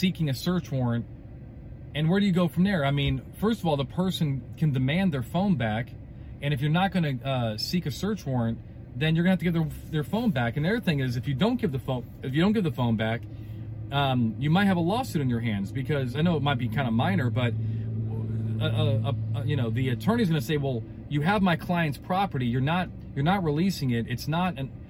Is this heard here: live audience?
no